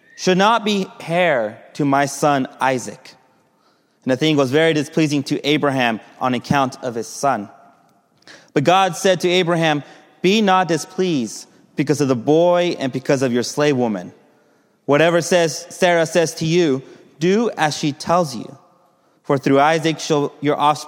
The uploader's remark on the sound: Message delivered during the Contemporary Worship